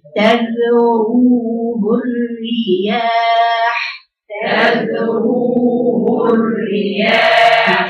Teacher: لما جت تذروا راء مفخمة لأنها مضمومة